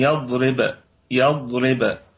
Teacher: الباء فيها قلقلة نسبية وصلا وقلقلة وسطى وقفا لأنها ستكون ساكنة متطرفة